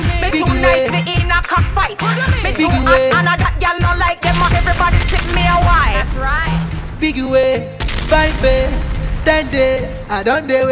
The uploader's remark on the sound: club settingz